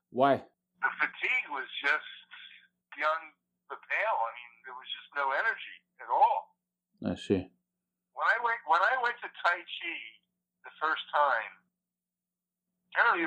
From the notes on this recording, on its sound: Audio quality is not so good, I was recording for the first time in these discussions.